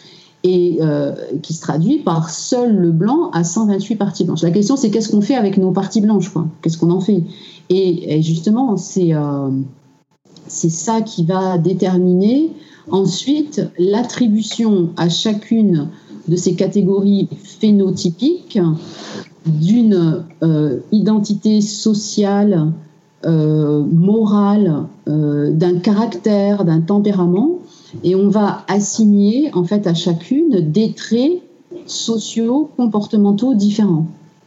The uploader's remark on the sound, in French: Nous avons enregistré durant trois heures, via Skype